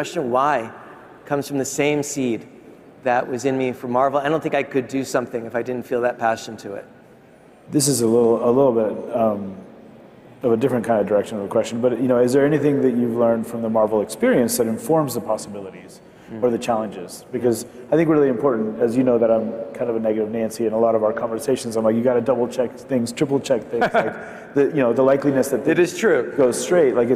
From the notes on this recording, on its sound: A Consensus 2023 panel.